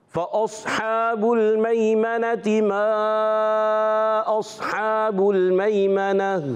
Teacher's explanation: माँ की मद को खींचना भी है, ठीक है। फअस्हाबुल मैमनति मा अस्हाबुल मैमना, फअस्हाबुल मैमनति मा अस्हाबुल मैमना, गुड।